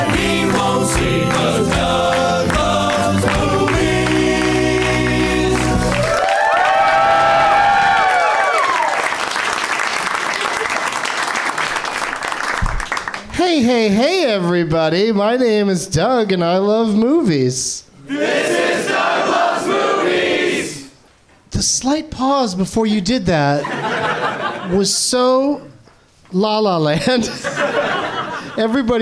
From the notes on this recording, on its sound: Live from the NerdMelt Showroom in LA